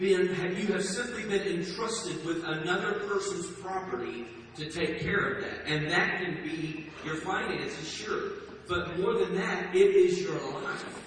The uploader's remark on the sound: Please forgive the poor audio in this recording.